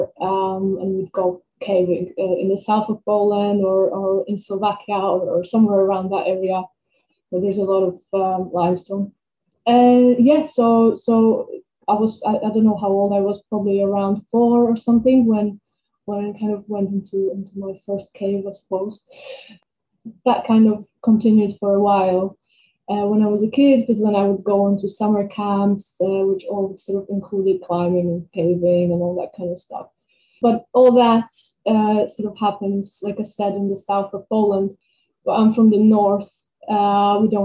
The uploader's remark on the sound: We apologise for the sound quality in this episode…recording a podcast during lockdown had its challenges!